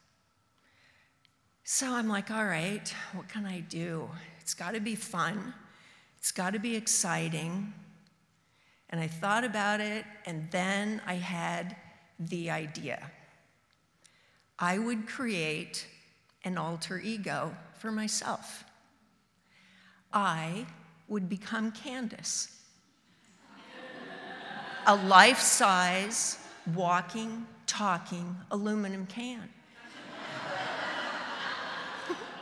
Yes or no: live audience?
yes